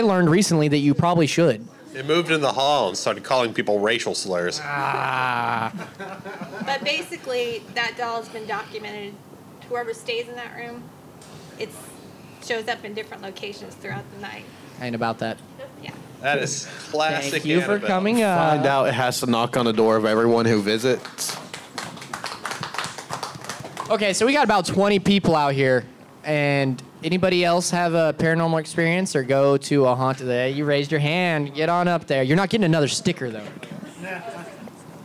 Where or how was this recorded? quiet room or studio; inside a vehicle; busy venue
busy venue